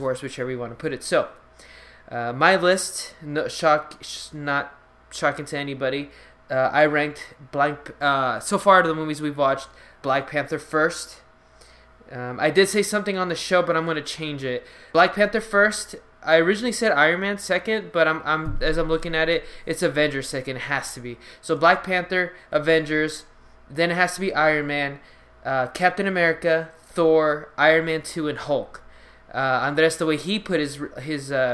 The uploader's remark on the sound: Also, note to self: Never record in an empty room. Sorry for the last 20 minutes of the show being cut off.